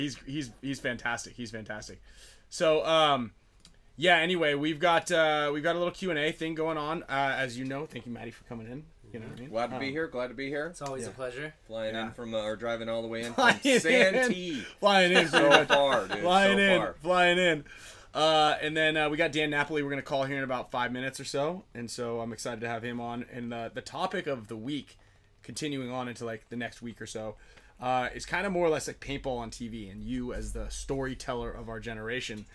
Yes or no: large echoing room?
no